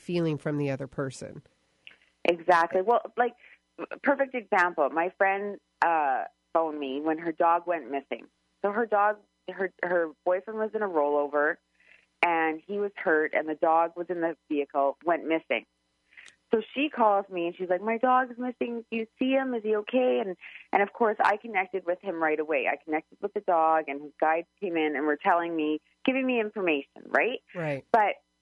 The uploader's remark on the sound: Call-in Show.